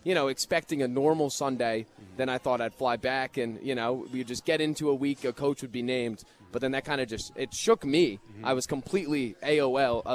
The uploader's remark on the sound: live from Monk's in Sun Prairie